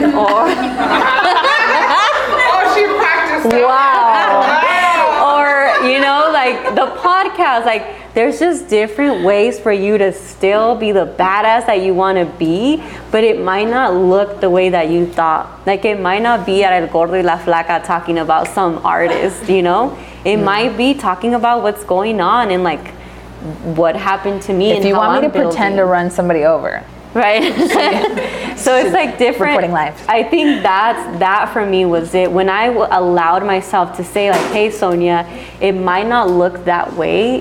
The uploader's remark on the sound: Live Podcast Event. Our very own Live Podcast recording.